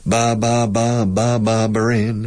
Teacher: La B in English is B muy explosiva, abrupta, dura. · Term: hard B